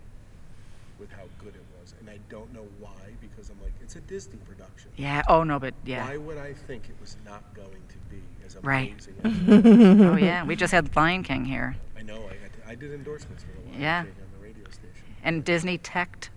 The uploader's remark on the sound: Back on location, this time from Proctor's Theater in Schenectady.